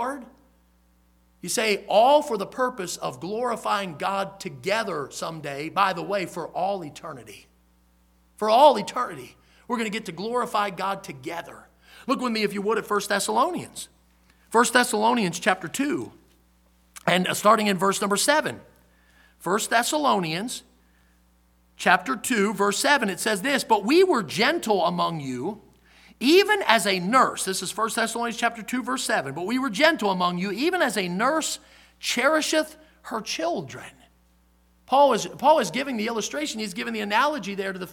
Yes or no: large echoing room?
yes